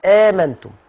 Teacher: يبقى حفص بيقولها بهمزة وألف، همزة واحدة وألف